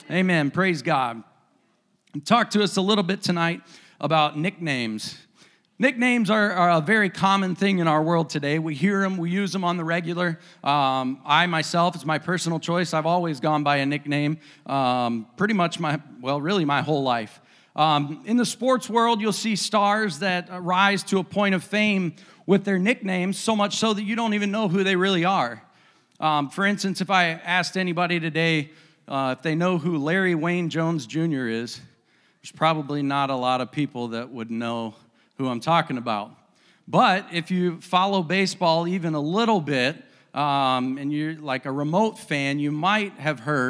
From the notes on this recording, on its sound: a service recording from Connect Point UPC